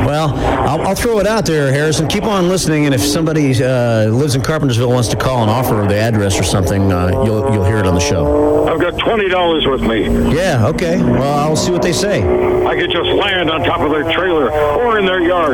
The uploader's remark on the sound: New Phony Phone Call.